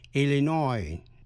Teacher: Illinois. Nhấn mạnh vần cuối.